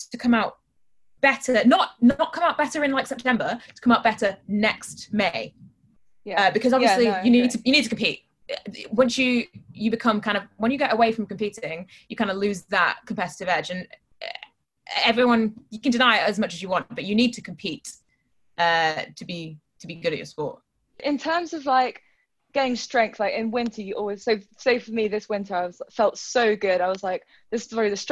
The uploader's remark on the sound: When we say 'in town', we mean on a Zoom call with us, for a lockdown special.